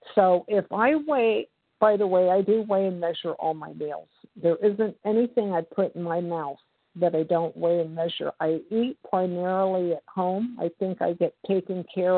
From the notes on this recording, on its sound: from the 100 Pounders Phone Meeting, 3/14/23